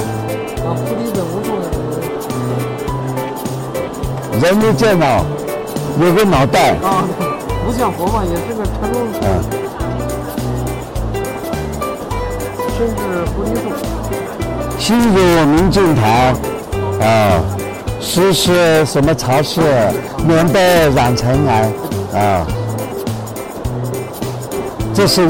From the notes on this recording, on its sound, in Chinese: 亲临亚洲最大石展上，现场教授翡翠淘货技能。